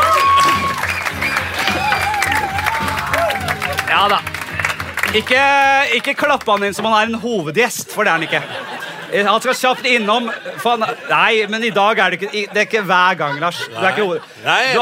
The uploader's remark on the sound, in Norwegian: Liveshow fra Nieu scene i Oslo! Live-Podkast.